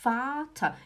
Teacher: Você viu que o Vater, eu dou o tom mais no A, né? Eu falo Vater e não Vater.